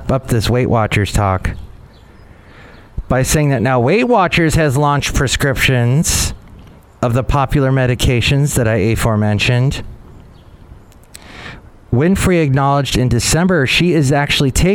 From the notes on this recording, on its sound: podcasts live from Café Anyway